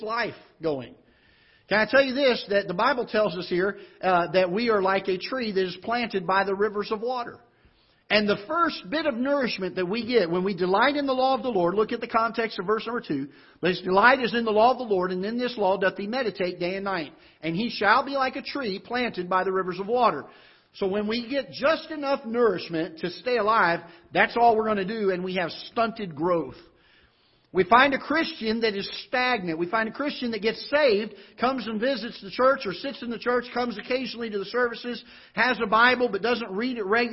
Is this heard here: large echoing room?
yes